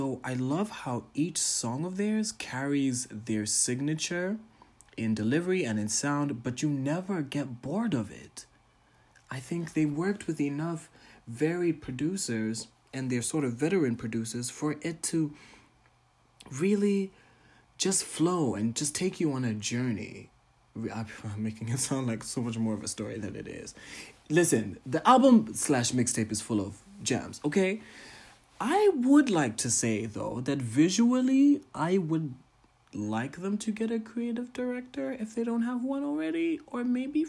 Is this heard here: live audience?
no